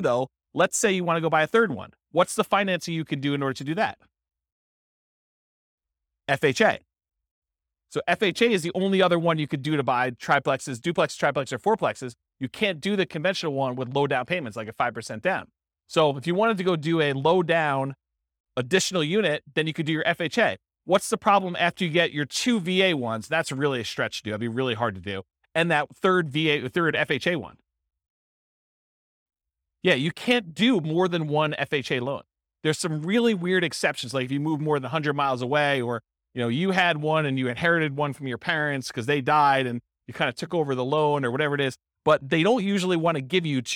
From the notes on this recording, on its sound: This was a live class recorded